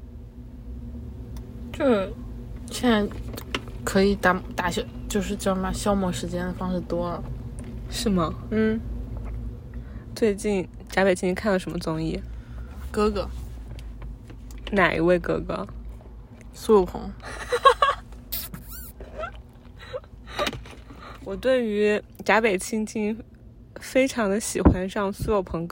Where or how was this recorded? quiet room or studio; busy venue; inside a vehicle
inside a vehicle